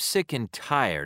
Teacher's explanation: Notice how and but are reduced in these binomial expressions. Notice also that the primary stress is on the second word of the pair and the secondary stress on the first. · Term: Binomial pairs